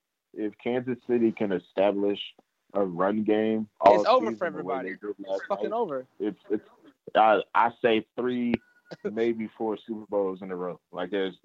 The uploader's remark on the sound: The boys get on the phone. First 8 minutes had too much static.